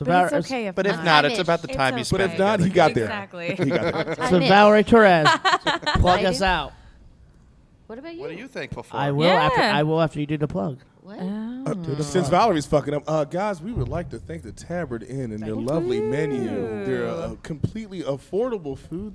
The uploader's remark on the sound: Live From The Blaguard, WASHINGTON, DC